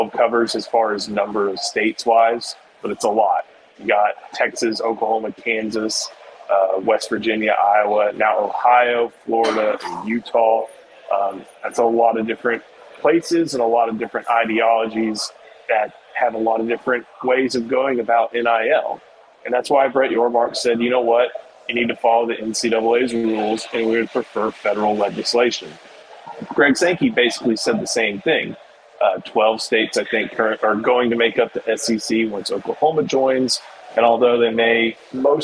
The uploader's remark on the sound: live from SEC Media Days